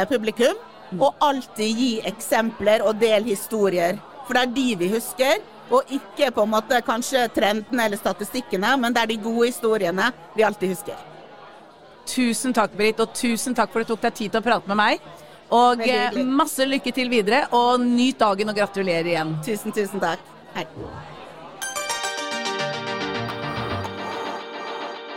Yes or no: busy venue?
yes